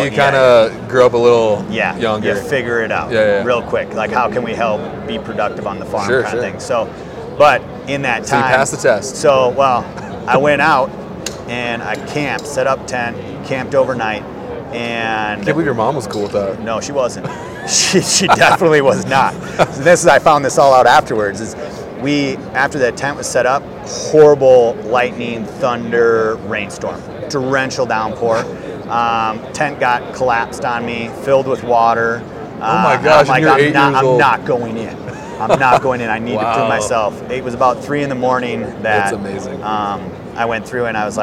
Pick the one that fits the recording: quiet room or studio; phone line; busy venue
busy venue